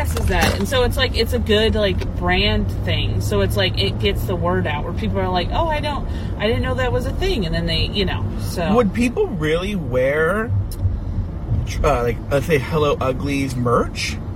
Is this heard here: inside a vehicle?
yes